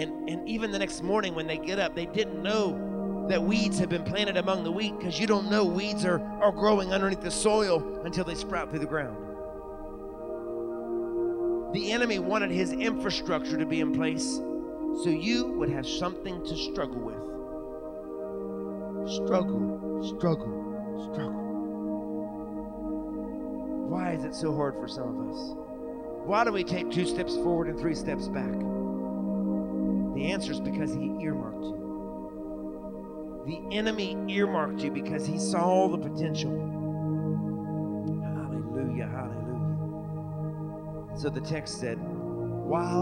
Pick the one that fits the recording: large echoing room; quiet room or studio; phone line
large echoing room